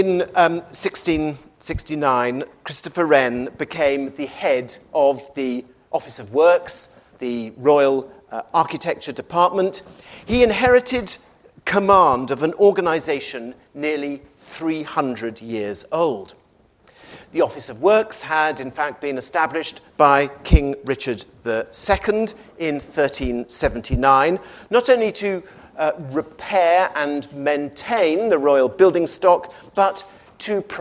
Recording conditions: large echoing room